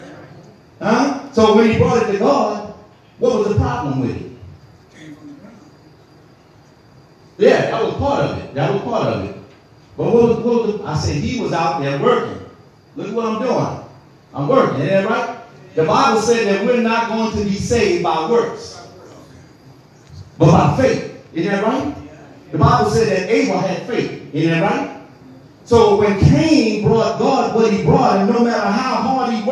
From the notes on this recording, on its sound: This podcast episode is recorded during our Tuesday evening bible study.